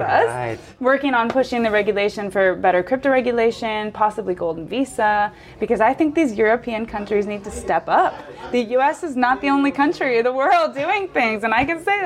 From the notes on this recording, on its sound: This episode was recorded at Web Summit in Media Village on November 14, 2023.